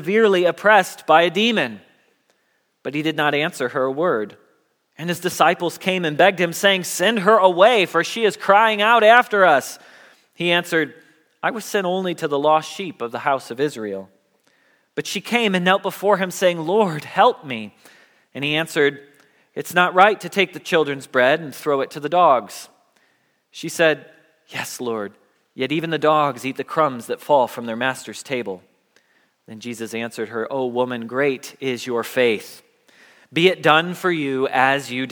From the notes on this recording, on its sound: Message Preached at Valley Creek Church